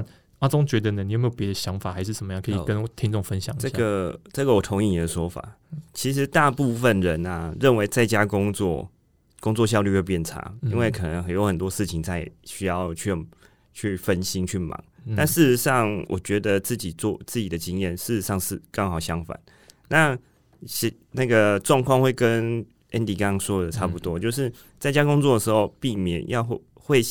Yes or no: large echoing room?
no